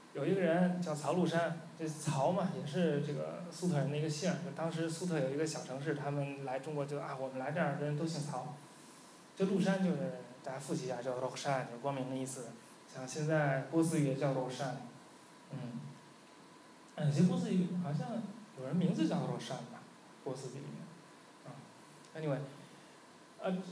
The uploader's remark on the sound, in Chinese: 10月11日大象沙龙第二期的录音